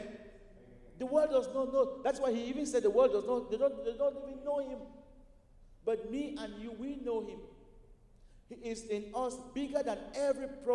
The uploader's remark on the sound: at Broadway Baptist Church, Lexington, Kentucky